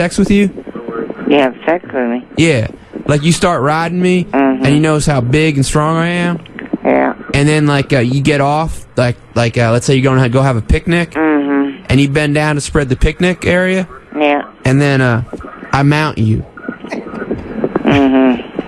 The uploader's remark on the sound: Prank Phone Calls